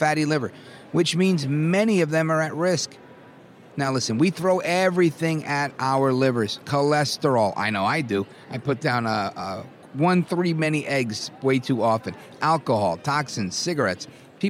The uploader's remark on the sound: while on media row at CPAC in Washington D